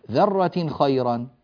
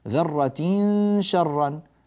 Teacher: هذا تنوين بعده شين والحكم هنا إخفاء حقيقي · Shown in: second take